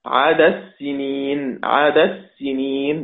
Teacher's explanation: الأخت اللي بتقول لا تدغم، هنا الشرط نعم الدال مفتوحة لكن قبلها متحرك، والشرط الذي يمنع هو أن تكون مفتوحة وقبلها ساكن في نفس الوقت، فتدغم هنا عدد السنين، عدد السنين بإدغام الدال في السين